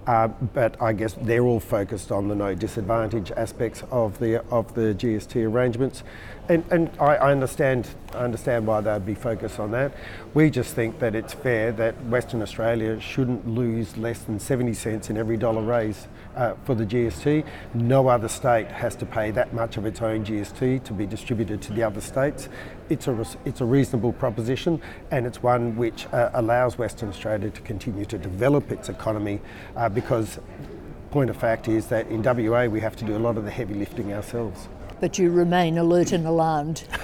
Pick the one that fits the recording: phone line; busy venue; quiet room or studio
busy venue